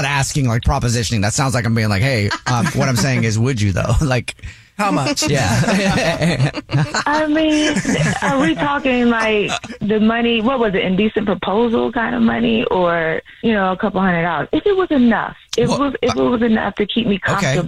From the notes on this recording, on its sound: There's a woman on the phone